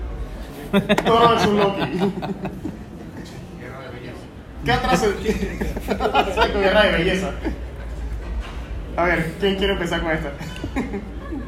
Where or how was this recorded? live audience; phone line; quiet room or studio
live audience